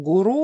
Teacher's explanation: произносить надо с ударением на второй слог «гуру», но в практике, на самом деле, этот вариант менее употребим, поэтому вариант «гуру» он тоже допустим.